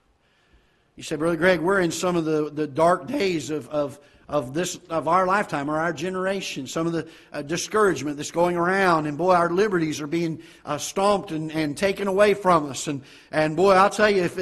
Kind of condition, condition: setting, large echoing room